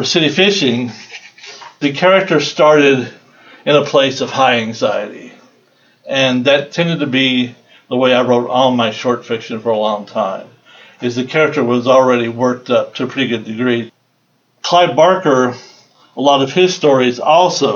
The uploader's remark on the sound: Part one of an excerpt from the lecture. At Odyssey in the summer of 2014.